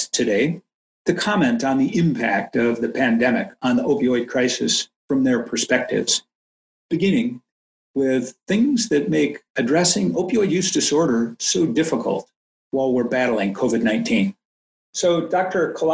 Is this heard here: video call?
yes